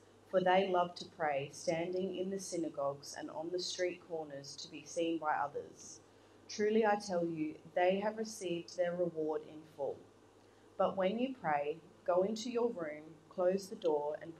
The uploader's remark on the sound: Sunday Service 10:40am LIVE STREAM